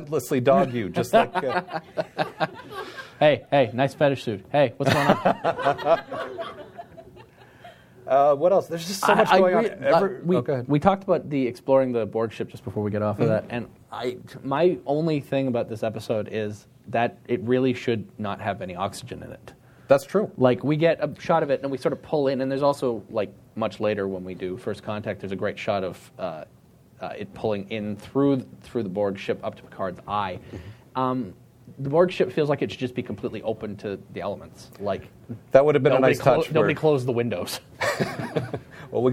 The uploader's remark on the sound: Recorded live at the Emerald City Comicon.